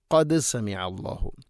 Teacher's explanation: ഖാഫിൻ്റെ ഉച്ചാരണം തൊണ്ടയുടെ മുകൾ ഭാഗവും കഴിഞ്ഞ് ചെറുനാക്കിൻ്റെ ആ ഭാഗമാണ്.